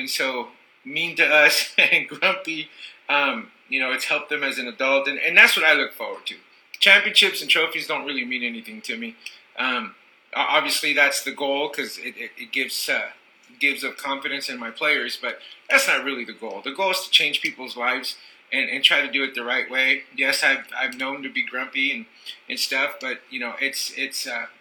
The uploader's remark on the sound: Sorry for the audio, we are beginners.